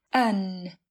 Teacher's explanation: Khi lược bỏ phụ âm D thì thường được phát âm thành an.